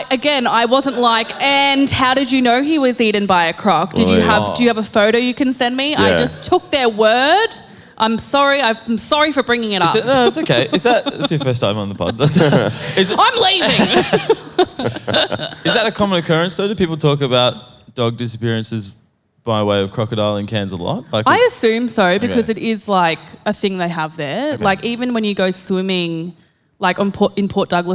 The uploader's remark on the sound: Live in Brisbane. We did our first live pod in Meanjin and it went off! An unhinged chat in front of a fun crowd.